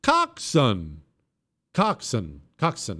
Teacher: Coxswain is not pronounced the way it's written. It's pronounced coxswain with the emphasis on the first syllable. Coxswain. Coxswain.